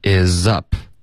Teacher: up 结尾呢，嘴唇合上，导致一个干脆的停顿。What isup？What is up?所以前三个音节就有两个干脆的停顿。OK?